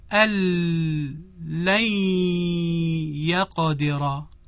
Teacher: در ان لن هیچ صدای غنوی به وجود نمیاد با اینکه ادغام صورت گرفته